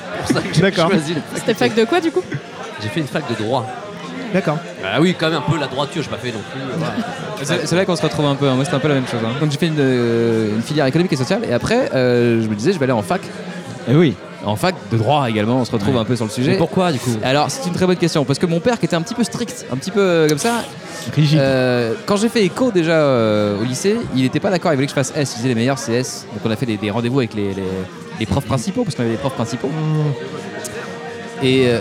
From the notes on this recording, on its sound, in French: Épisode enregistré à l’Adada bar (Paris 14e).